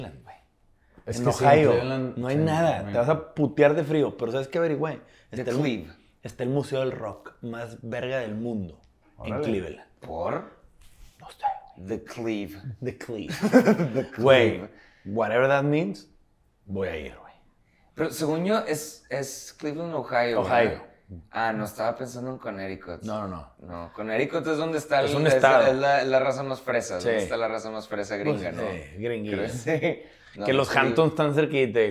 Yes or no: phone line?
no